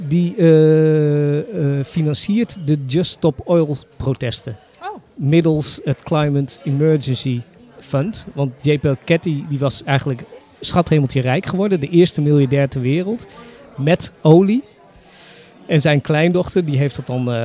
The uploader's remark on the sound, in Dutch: Opgenomen in kunstenaarssociëteit Arti et Amicitae